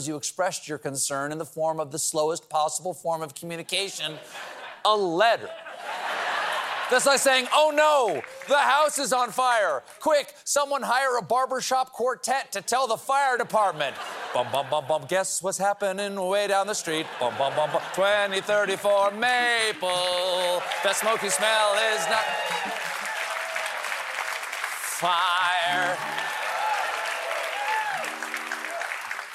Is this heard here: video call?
no